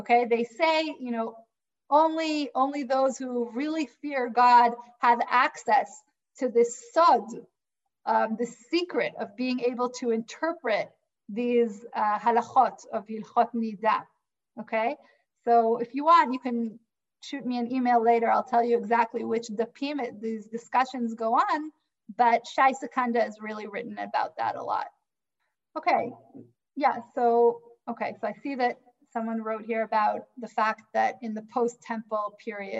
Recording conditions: video call